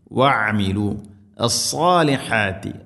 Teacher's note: വഅമിലു അസ്സാലിഹാത്തി, സാദ്, ഹ, ഈ രണ്ടക്ഷരങ്ങളും ഇവിടെ ശ്രദ്ധിക്കണം. സ്വാദ് ഉച്ചരിക്കുന്ന സമയത്ത് നാവിൻ്റെ മധ്യഭാഗം അണ്ണാക്കിലേക്ക് ഉയർന്നു നിൽക്കണം. ഇസ്തിഇലാന്റെ അക്ഷരമാണ്, സ്വരഭാരത്തിൽ ഉച്ചരിക്കണം.